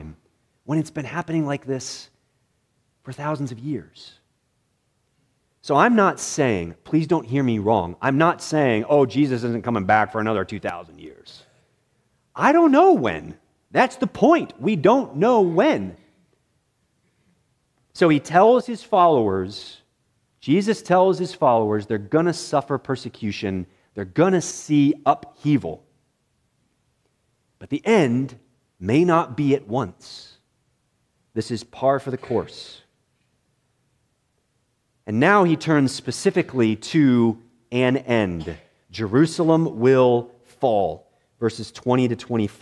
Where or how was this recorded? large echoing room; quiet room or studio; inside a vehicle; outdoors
large echoing room